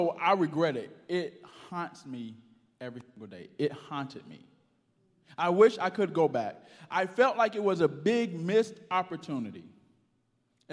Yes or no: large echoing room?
yes